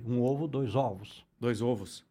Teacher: Nesse caso é mais fechado no ovo